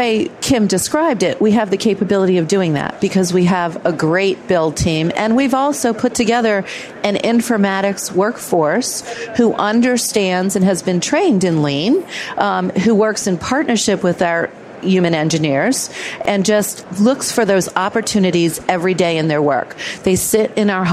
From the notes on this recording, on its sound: The episodes were broadcast live in CTGHS’s booth at the The HIMSS15 Annual Conference and Exhibition. The interviews were recorded.